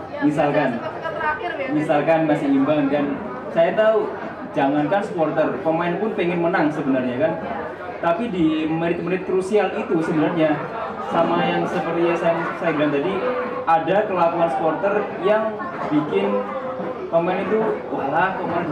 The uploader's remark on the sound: Live Talkshow at SJC